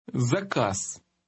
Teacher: Z at the end of that word sounded almost like an S